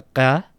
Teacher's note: you'll hear it voiced as the voiced uvular stop